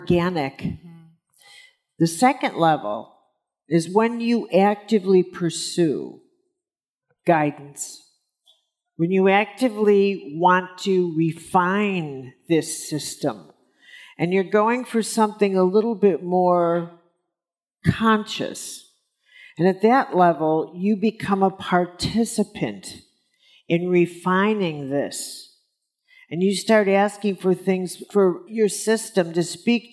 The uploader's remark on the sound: on stage at In goop Health